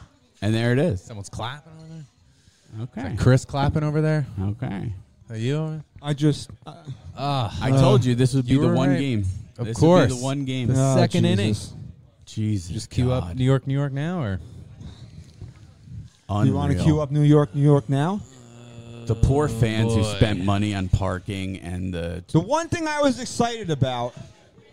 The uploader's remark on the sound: LIVE FROM LIDO'S IN NORTH ARLINGTON, NJ. LIVE from Lido's Restaurant in North Arlington, NJ, on NYY Underground.